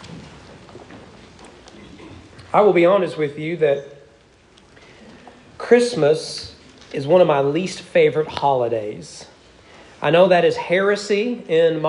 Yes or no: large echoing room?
yes